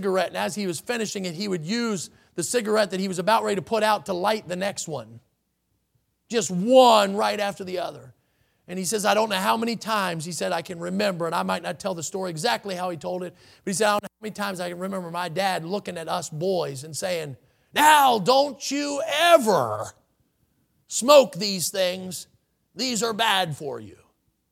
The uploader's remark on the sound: in the Sunday Evening Service on October 23, 2022, at Victory Baptist Church in Boonsboro, Maryland.